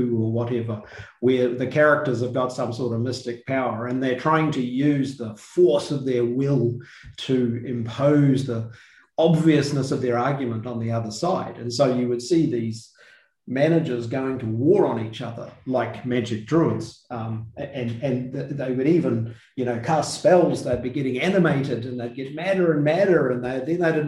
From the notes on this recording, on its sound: The episode was a live webinar with a select group of listeners, so includes the question and answer section of the webinar.